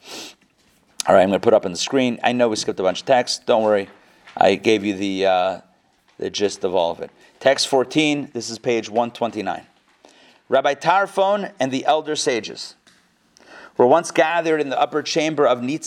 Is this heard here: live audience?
yes